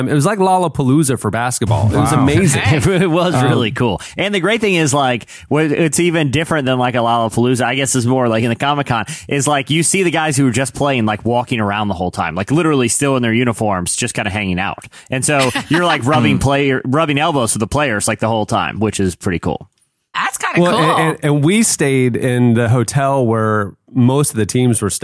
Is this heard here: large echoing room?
no